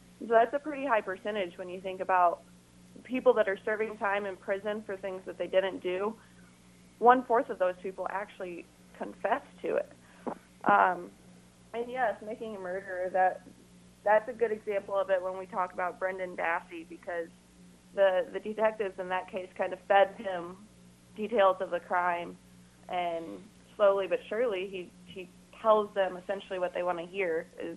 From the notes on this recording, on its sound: IowaWatch talks on KXIC radio. In studio. By phone.